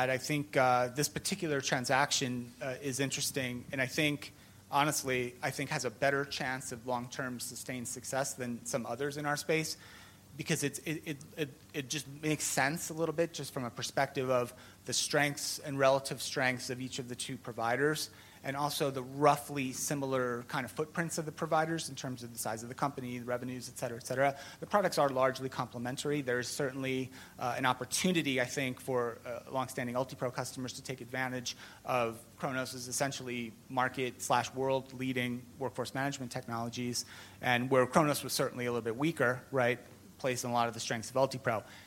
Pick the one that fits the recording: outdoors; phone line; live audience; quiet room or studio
live audience